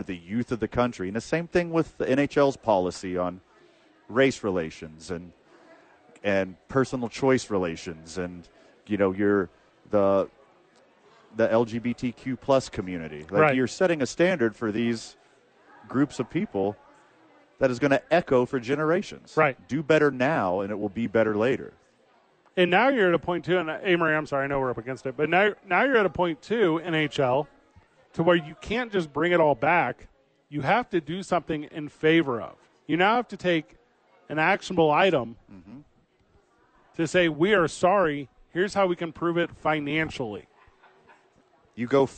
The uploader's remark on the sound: live from Sadies on 4th for Thursday Night Football